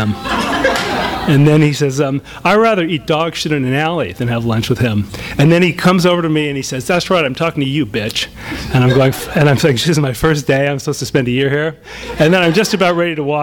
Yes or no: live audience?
yes